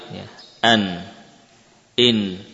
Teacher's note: Kita mendapati nun saat disukun suaranya tidak berhenti, tidak tertahan, namun mengalir. An, in. Jadi ada suara aliran atau ada aliran suara saat kita mensukun nun, tidak langsung berhenti sebagaimana huruf-huruf syiddah, ya, semacam hamzah dan lainnya.